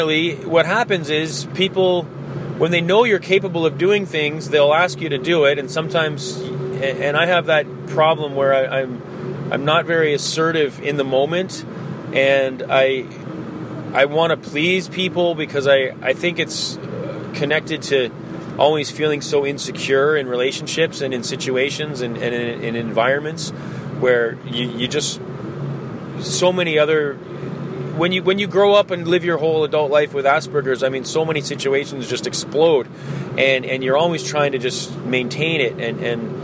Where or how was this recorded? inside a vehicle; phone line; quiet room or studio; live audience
inside a vehicle